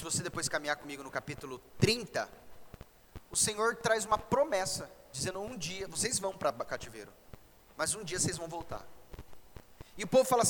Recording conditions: large echoing room